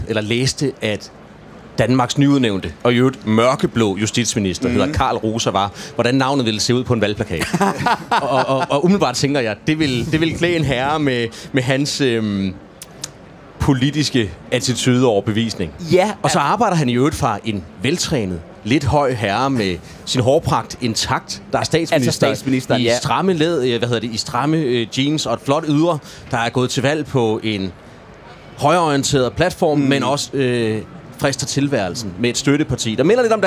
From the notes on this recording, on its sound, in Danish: live fra Folkemødet